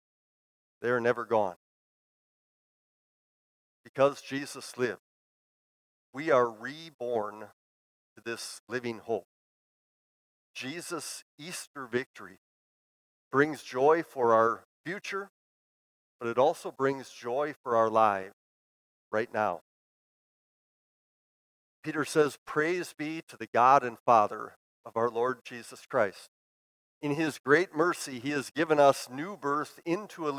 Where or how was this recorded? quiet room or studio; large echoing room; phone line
large echoing room